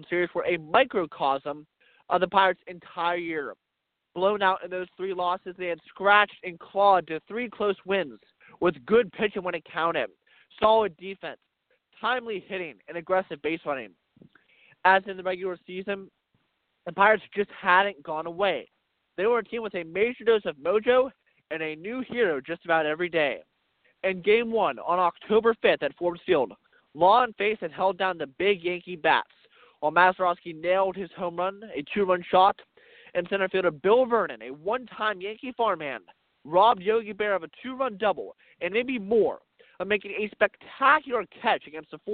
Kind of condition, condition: setting, outdoors